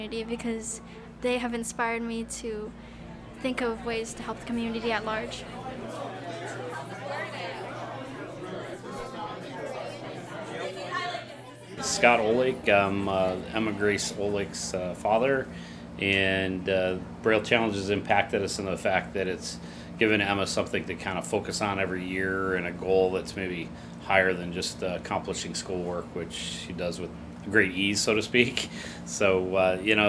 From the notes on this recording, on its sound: capture audio from the Braille Challenge Finals held in Los Angeles this June